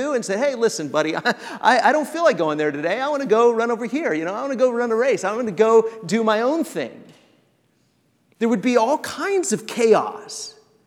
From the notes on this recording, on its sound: This episode of the Fam Lab is an excerpt from The Road Family Conference 2019 at The church of Christ on McDermott Road.